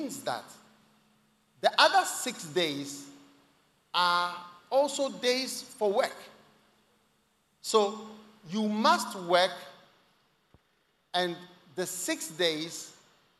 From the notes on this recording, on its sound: Preached at The Tsalach Night Service, First Love Center, Accra.